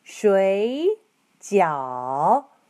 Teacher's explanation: Both words are third tones.